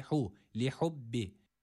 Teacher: Burada he harfi yok. Burada boğaz harfi olan ha var.